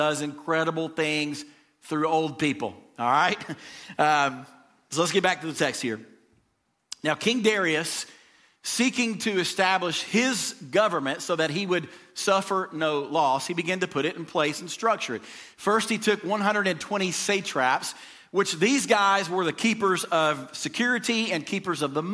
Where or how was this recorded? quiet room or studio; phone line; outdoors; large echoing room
large echoing room